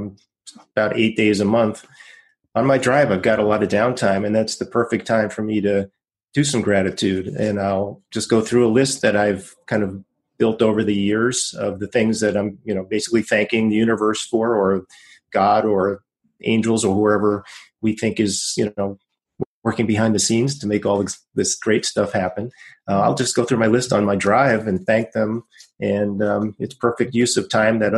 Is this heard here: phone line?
no